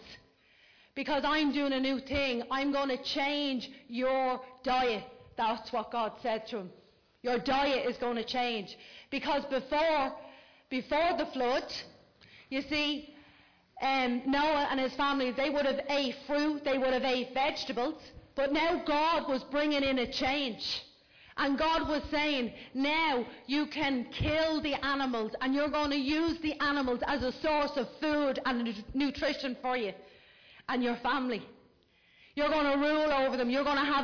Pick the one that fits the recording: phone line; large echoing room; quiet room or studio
large echoing room